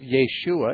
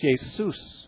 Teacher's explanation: Jesus is the transliteration of Yeshua into Greek, because Yeshua has an SH sound, and the Greek language doesn't have an SH sound. So it replaced it with an S sound. So instead of Yeshua, it's Jesus.